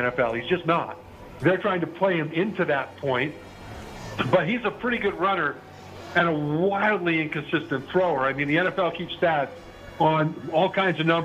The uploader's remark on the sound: live from the Westgate Superbook